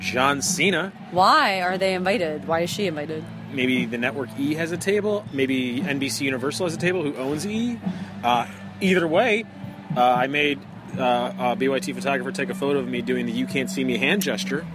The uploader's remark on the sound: Backstage at the Kingman Island Bluegrass and Folk Festival. It was a lot of fun so we podcasted backstage between sets.